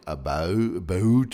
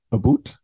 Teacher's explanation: The tongue is higher in the mouth than most American pronunciations. This is actually the result of something called Canadian raising.